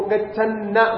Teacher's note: पद के अंत में जैसा गच्छन ऐसा गच्छन नकार एक अंत है, वो बोलेंगे गच्छन डबल ना बोलिए · Term: पदांते नकारस्य द्वित्व